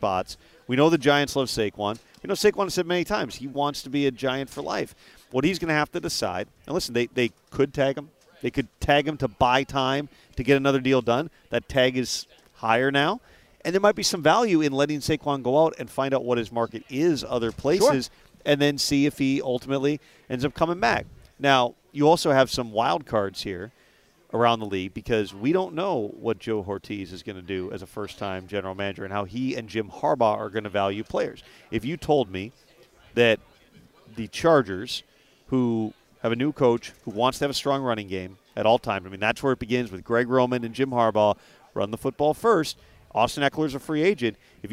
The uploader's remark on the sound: live from the NFL Combine